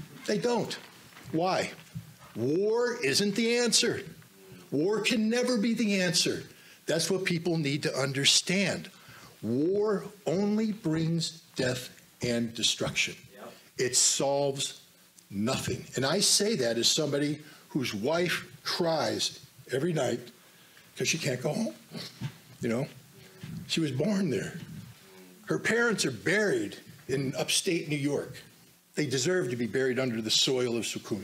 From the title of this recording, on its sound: speaks to the Summit Against Hypocrisy 2023 in Washington DC